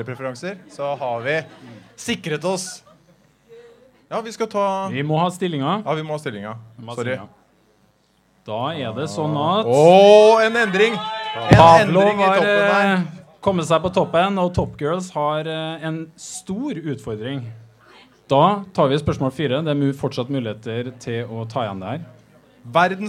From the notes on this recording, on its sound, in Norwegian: For aller første gang i historien ble Psykologlunsj gjennomført foran et publikum! I anledning Psykologidagene i Trondheim arrangerte vi et liveopptak, i form av en interaktiv quiz, på utestedet Familien.